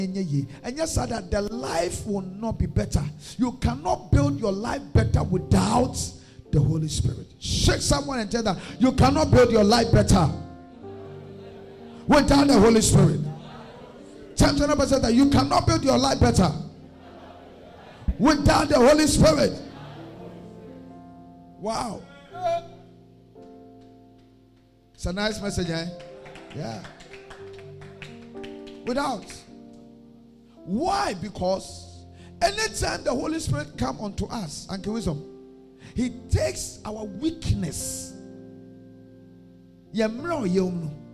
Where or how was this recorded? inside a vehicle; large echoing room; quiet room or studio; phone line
large echoing room